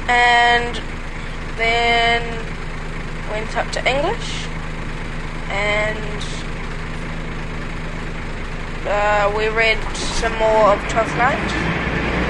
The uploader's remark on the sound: This buscast was recorded on quite possibly the loudest and rattliest bus on the circuit – and there is a short comfort stop.